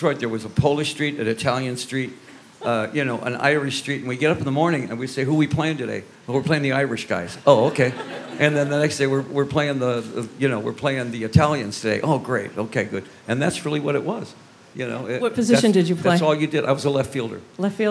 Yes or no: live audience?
yes